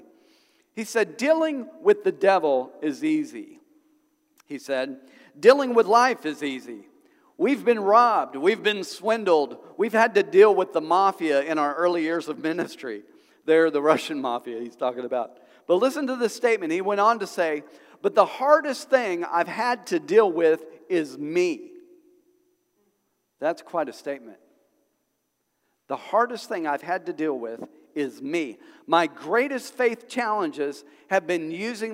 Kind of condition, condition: setting, large echoing room